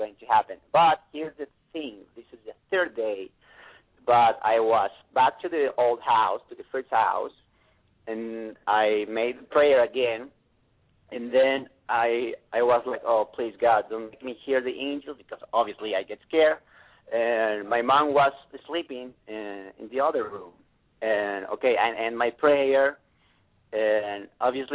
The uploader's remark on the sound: Take random callers who will share their "story".